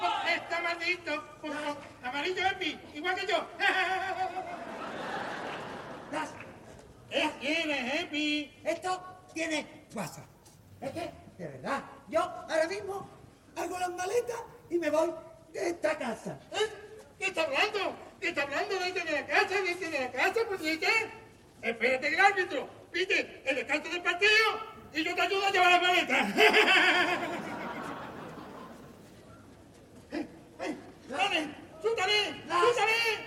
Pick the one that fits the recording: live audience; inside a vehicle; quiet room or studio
live audience